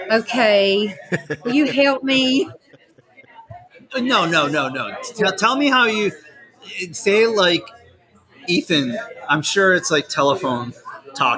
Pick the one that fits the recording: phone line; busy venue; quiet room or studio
busy venue